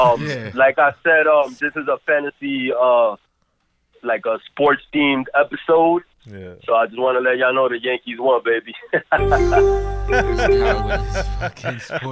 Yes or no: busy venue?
no